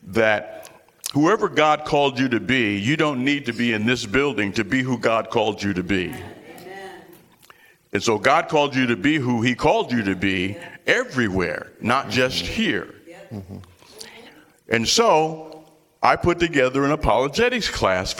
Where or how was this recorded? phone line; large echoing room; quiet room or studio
large echoing room